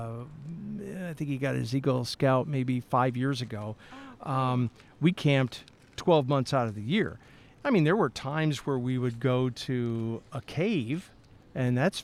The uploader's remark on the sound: Today we’re at the Boy Scouts and Blackhawk Area Council’s Canyon Camp just outside Stockton, Illinois.